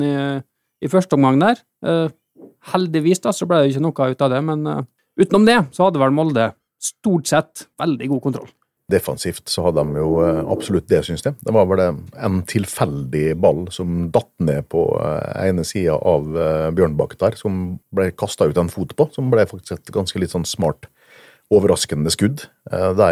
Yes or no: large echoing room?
no